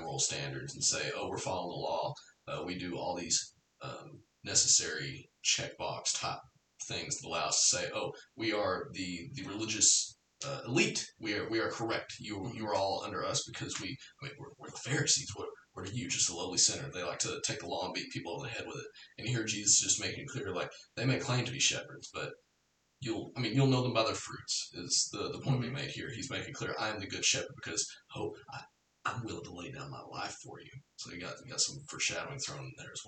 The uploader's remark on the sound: Apologies for the weird echo in this episode. We're using Season 1 of Cross Training to experiment with different recording hardware/software, so sometimes a mistake will rear its ugly head.